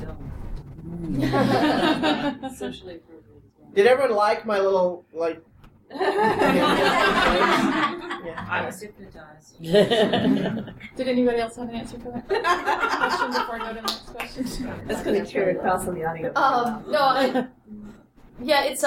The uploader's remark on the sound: Live From Balticon!